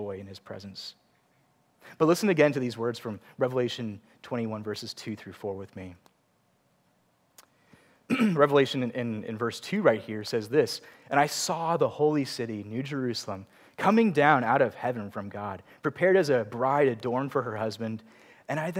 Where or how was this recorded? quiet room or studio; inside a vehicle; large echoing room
large echoing room